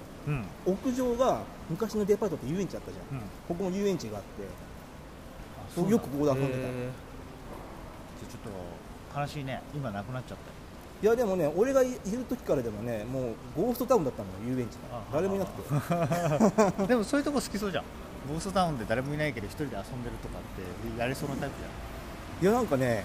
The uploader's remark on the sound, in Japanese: 三重県四日市。野外収録に臨みます。